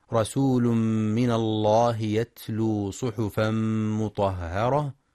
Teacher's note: ينتبه القارئ لإدغام التنوين في الميم، رسول من إدغام بغنة، ولتغليظ لام لفظ الجلالة رسول من الله لأن ما قبلها مفتوح، كما يراعى بيان صفة الهمس في التاء الساكنة من يتلو وإدغام التنوين في الميم صحفا مطهرة وتفخيم الطاء والراء.